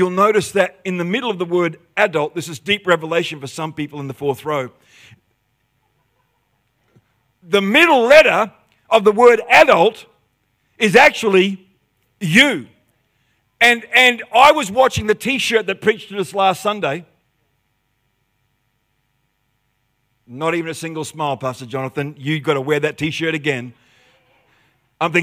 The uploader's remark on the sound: The live stream of Destiny Church Atherton.